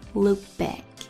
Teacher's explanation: look 的 k 也失去爆破，然后 back 也是句爆破。